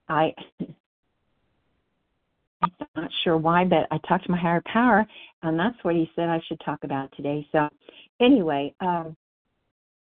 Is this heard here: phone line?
yes